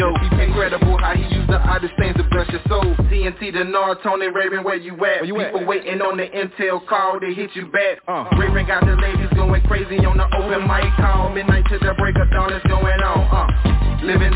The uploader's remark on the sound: TNTSuperfantastic Conference Call